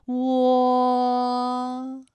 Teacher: 城的生活又带给了韩愈什么样的人生改变？今天我们学习到的是乌和乌开头的韵母。刚才篇中出现了多个这样的词语啊，我们来梳理几个有代表性的词语。至关重要的关字，拼音是歌弯关，韵母是弯。宣城的宣字的拼音呢是西渊宣，韵母是弯。还有生活的活字，拼音是和我活，韵母是窝等等。那么大家啊，再来跟我学习一遍关于乌的复韵母的发音要领。首先呢是窝的发音要领啊，包括以下几个方面。首先呢，起点元音是后高元唇元音乌，中指元音是后半高元唇元音窝。那在发这个音的过程当中啊，我们的唇形始终是圆形的，舌位的动程呢是由高到半高，在归音的时候呢是要弱收到位的。我们要注意到的是窝的唇形，而不是呃的唇形啊，它始终是一个圆的窝，哎，最后是弱收到位。好，我们再来说一下弯的发音要领。双唇呢要先搓圆，舌头后缩，舌位由后高元音呜向前低元音啊抬起，贴近上齿龈处。双唇同时有一个从合变开再变略展的动作，发出前鼻尾复合音，读作弯。发音与丸字的